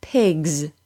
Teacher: Also, remember that the final sound of the word will tell you what an added S or ED ending will sound like. An S added to the G sound will be voiced, so it will sound like a Z sound.